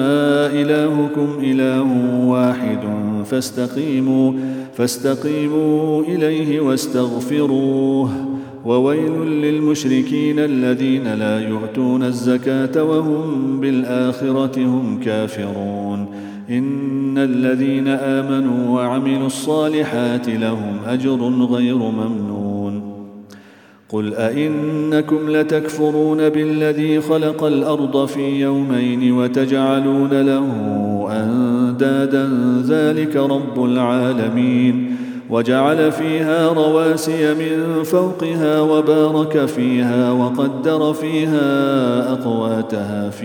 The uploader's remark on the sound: at the Houghton Masjid (West Street)